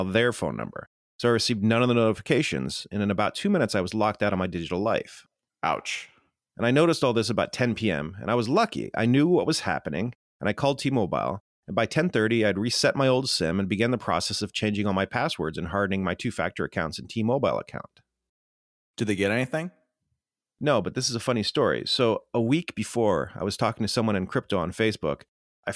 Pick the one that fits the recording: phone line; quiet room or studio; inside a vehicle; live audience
quiet room or studio